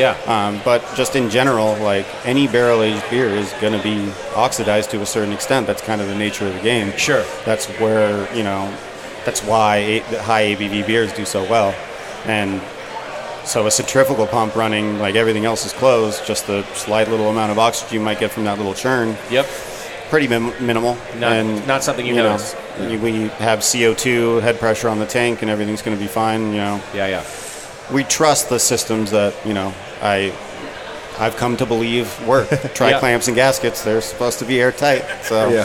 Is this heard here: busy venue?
yes